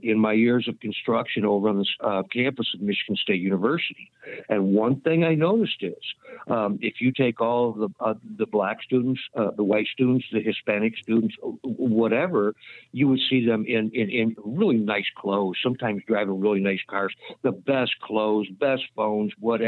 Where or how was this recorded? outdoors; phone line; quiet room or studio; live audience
phone line